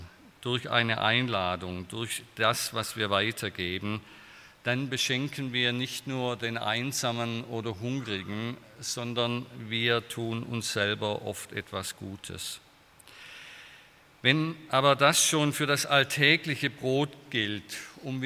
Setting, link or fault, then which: setting, large echoing room